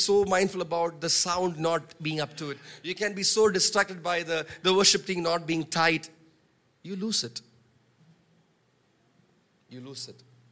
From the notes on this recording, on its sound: preached on 12 March 2023 at Revelation Church.